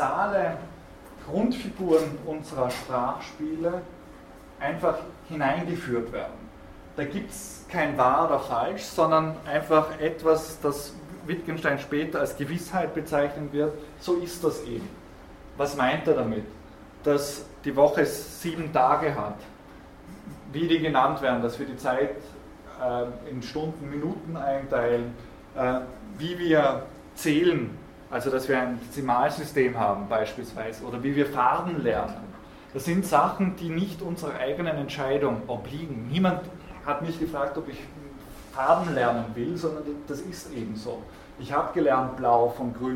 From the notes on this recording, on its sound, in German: Diese Vorlesung wurde von Studierenden aufgenommen